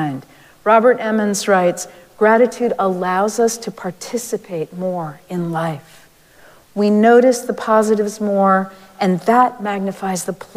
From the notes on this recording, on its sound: Recorded live at Arlington Street Church, Sunday, November 19, 2023.